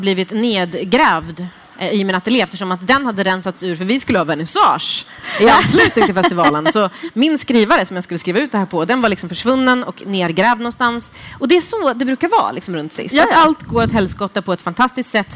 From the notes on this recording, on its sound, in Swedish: Frågestund inför livepublik!